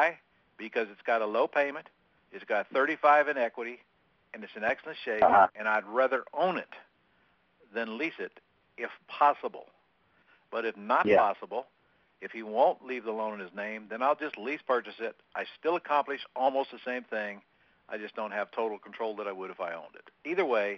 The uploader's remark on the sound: Q&A Call.